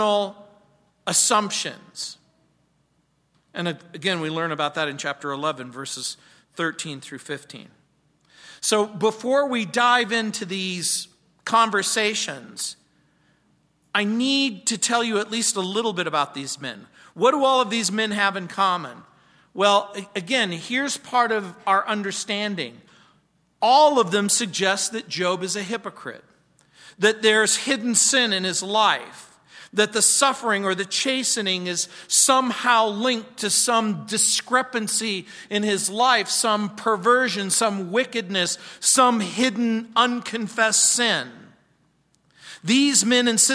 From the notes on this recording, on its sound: On Wednesday nights. At Calvary South Denver in Littleton CO.